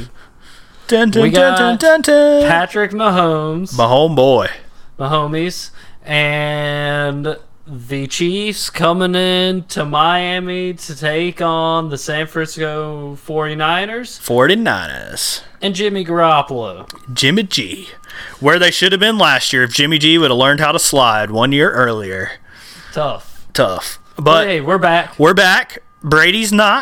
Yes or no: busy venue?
no